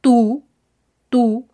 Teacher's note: Cuando digo tú, tú, el aire disminuye y este sonido se hace un poco más redondo, es más parecido al sonido del español · Term: OU